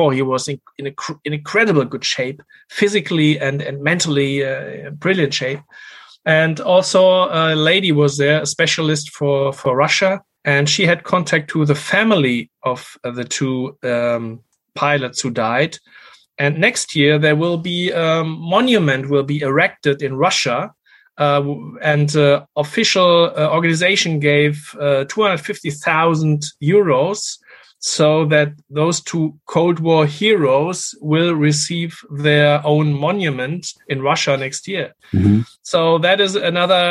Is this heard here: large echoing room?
no